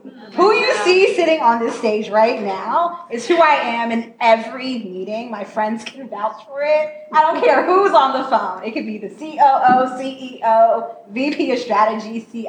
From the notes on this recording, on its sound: Special Live New York Edition. This is the first ever live podcast and we hold nothing back.